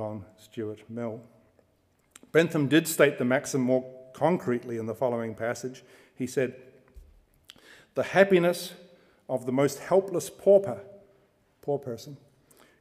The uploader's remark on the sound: At the University of Edinburgh's Playfair Library.